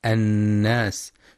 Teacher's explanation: وينتبه القارئ للغنة في النون المشددة من كلمة الناس فهي أكمل ما تكون، مع بيان صفة الهمس والصفير في السين.